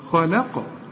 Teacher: القاف بقى لازم نقلقلها